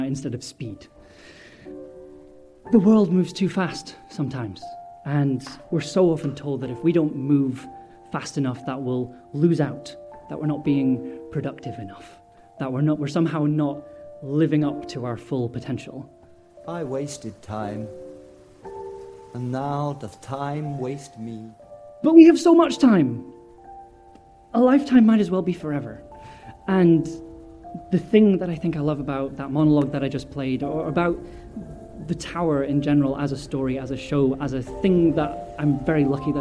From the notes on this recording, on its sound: Live Recording - …. This is a recording of their set.